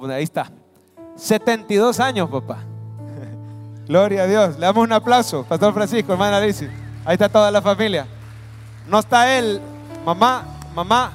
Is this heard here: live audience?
yes